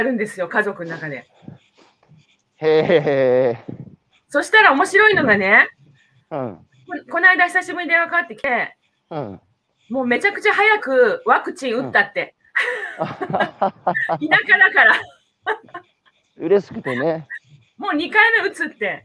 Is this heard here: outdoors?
yes